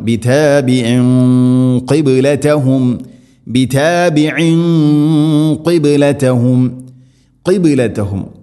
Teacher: അതുപോലെ തന്നെ ബിതാബിഇൻ ഖിബ്ലതഹും, തൻവീന് ശേഷം ഖാഫ് ഇഖ്ഫാ ബിഗുന്ന, തൻവീന് ശേഷം ഖാഫ് വരുമ്പോൾ തൻവീനിനെ അവ്യക്തമാക്കി മണിക്കണം. അതേസമയം ഖാഫ് സ്വരഭാരത്തിൽ ഉച്ചരിക്കേണ്ട അക്ഷരമാണ്, അതുകൊണ്ട് അതിൻ്റെ കൂടെയുള്ള ഗുന്നയും സ്വരഭാരത്തിലാകുവാൻ ശ്രദ്ധിക്കണം.